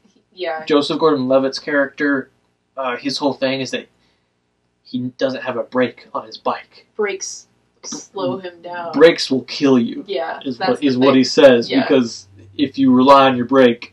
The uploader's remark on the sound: the audio in this one isn't great